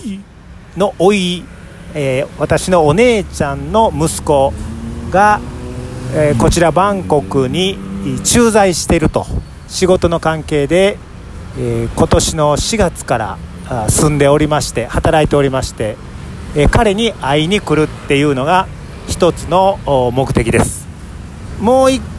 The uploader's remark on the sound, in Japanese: バンコク一人旅（特別編）：オンヌット駅近くの路上から部長が一人でラジオ収録！今回の旅ラジオは、バンコク滞在中に収録した音源をお届けします。